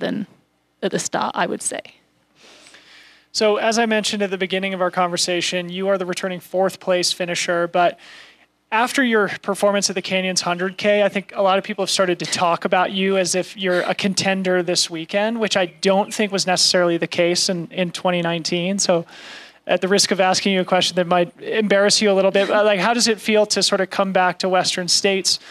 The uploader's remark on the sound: These are pre-race interviews recorded live from Olympic Valley before the 2021 edition of the Western States 100.